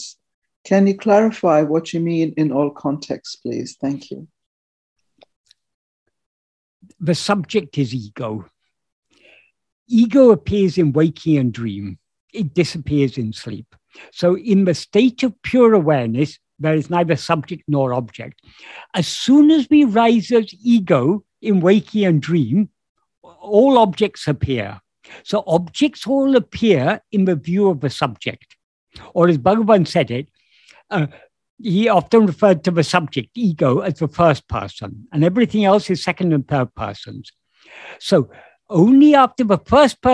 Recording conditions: video call